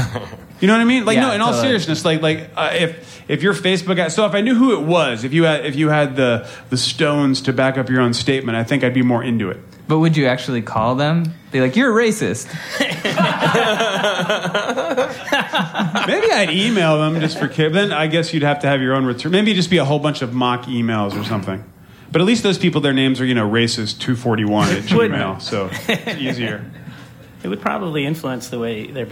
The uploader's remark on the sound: Live at Union Hall. Recorded at Union Hall, Brooklyn, NY.